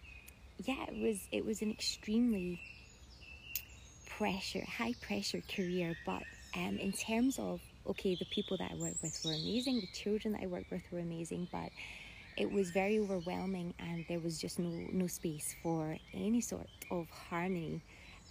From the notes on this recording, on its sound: This episode was taken from an IG live